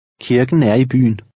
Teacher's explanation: The second K sounds somewhat like an English G.